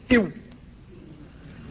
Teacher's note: أما الشفتان ففيهما مخرجان، مخرج للواو وهو في الواقع كما سبق اجتذاب للهواء، كأن الهواء قد خرج من الفم فتداركه الفم برد شيء منه، تقول إو، وتشاهدون تقلص الشفتين إلى الداخل عند النطق بالواو ساكنة